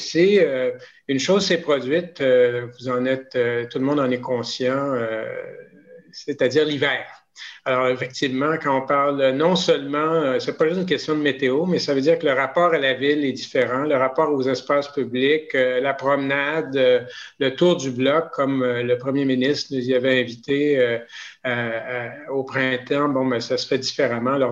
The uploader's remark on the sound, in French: a eu lieu en ligne le 27 janvier 2021